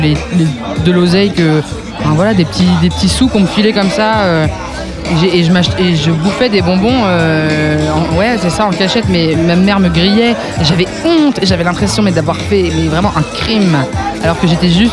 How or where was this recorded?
busy venue